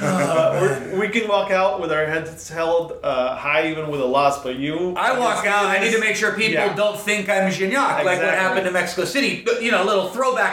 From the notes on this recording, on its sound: we recorded live before the XOLOS vs Chivas game on Friday January 4